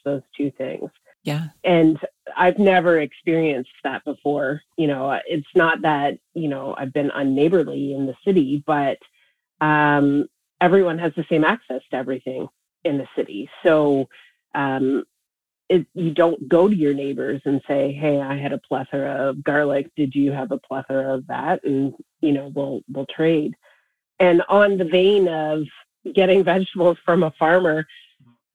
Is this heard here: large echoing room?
no